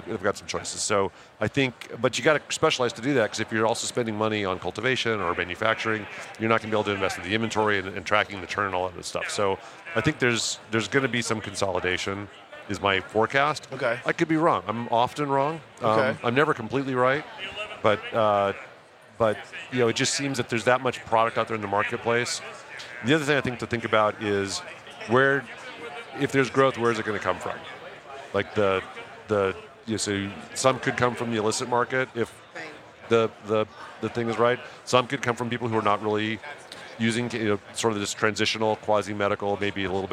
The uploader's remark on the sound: Recorded at MJBizCon 2023